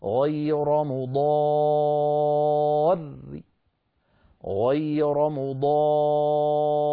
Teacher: رأين ثانيتهما مكسورة بصوت منخفض، هكذا غير مضار غير مضار، نعم، نقف بالراء مشددة الثاني منهما مكسورة بصوت منخفض · Term: الروم